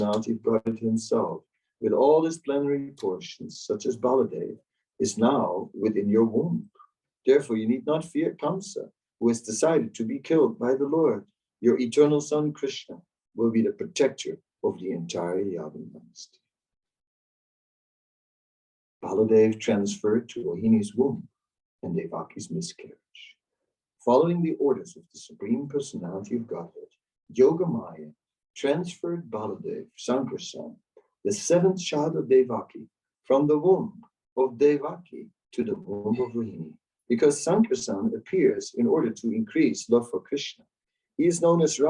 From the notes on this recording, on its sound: Zoom Meeting. Amsterdam.